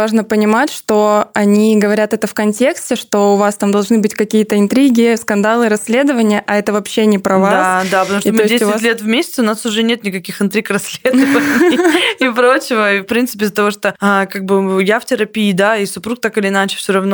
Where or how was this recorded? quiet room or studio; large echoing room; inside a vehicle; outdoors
quiet room or studio